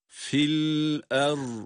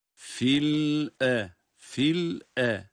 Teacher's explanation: Fil er derken lamı bırakmadan hemzeye geçiyoruz. Yani fil e, fil e.